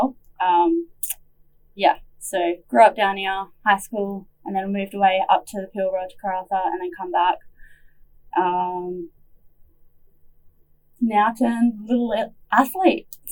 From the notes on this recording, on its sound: Apologies for the sound quality = had some technical difficulties